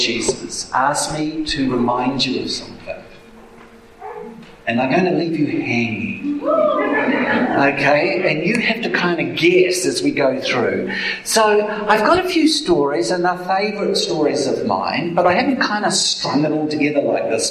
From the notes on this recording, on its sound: Apologies for the audio quality...